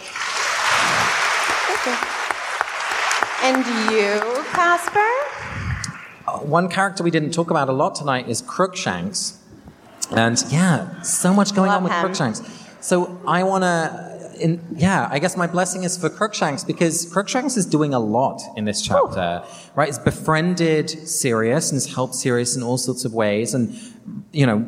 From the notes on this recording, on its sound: Live from Washington, DC. Here's the audio from our DC show.